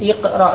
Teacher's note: iqra di awal kalimat hamzah wasalnya diucapkan iqra dengan kasrah. Adapun waqtub, hamzah wasal pada uktub itu tidak diucapkan.